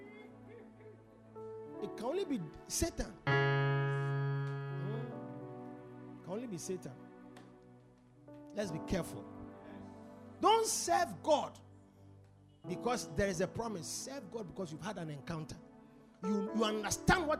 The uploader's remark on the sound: Preached at The Supernatural Encounter Service.